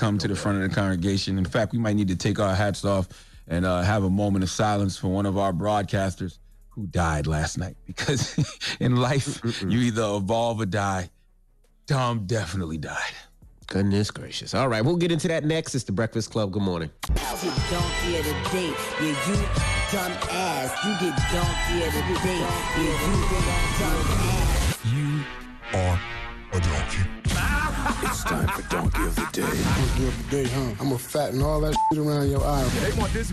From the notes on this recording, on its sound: we opened up the phone lines